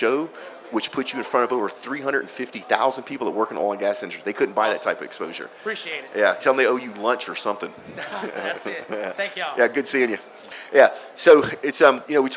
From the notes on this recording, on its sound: We are Live from the Redwing Boots Booth at the 2017 Offshore Technology Conference here in Houston, TX.